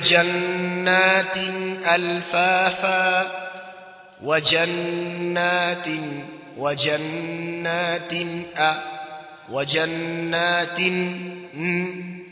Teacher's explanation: nimeidhihirisha nuni, ndio kuitoa katika sehemu yake pasi na kuitia ghunna ya kurefuka